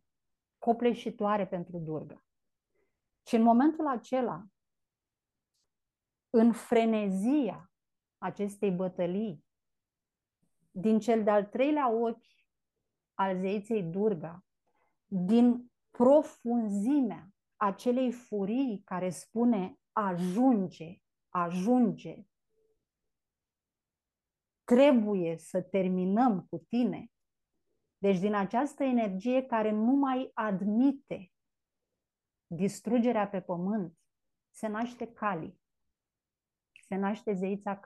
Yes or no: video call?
yes